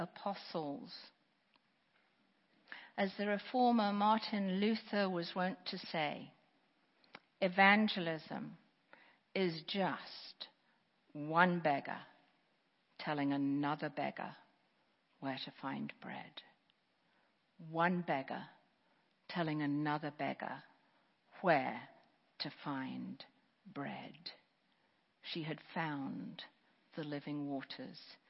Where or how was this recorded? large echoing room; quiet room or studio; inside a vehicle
large echoing room